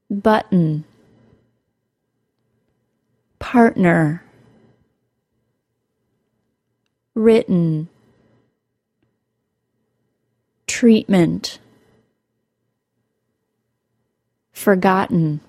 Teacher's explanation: The glottal stop occurs in place of a T sound when the T follows a vowel or R sound and comes before an N sound or M sound.